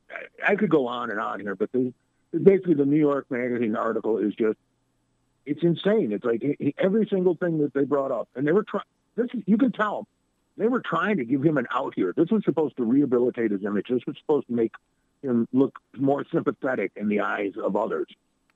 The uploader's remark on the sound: In another visit from the World News Center. Called in for another fun-filled, action-packed chat.